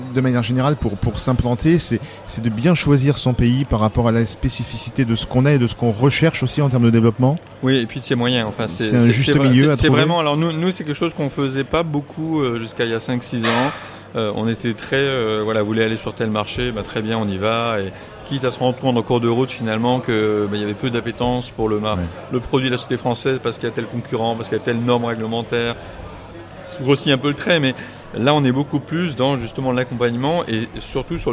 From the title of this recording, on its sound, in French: En direct de l'édition 2019 des Rift's !